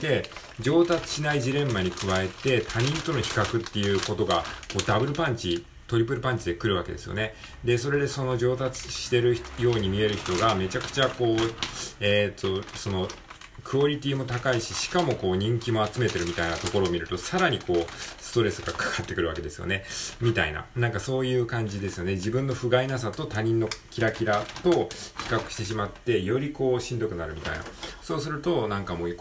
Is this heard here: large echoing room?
no